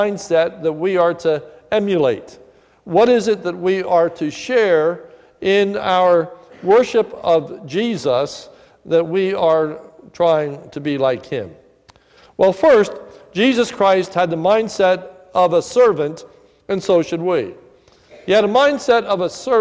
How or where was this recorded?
large echoing room